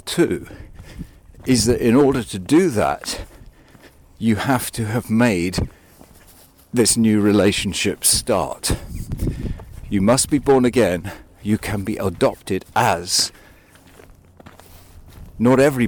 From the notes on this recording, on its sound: This one was recorded on a walk.